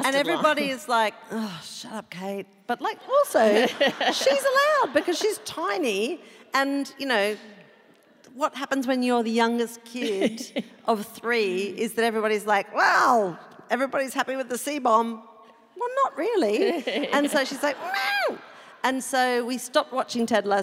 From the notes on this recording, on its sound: Live from QPAC Concert Hall, Brisbane. Live show.